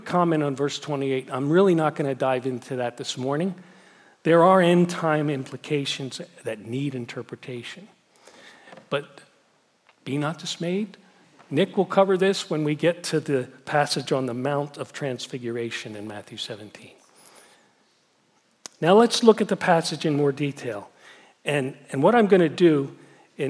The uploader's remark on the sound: Message Preached at Valley Creek Church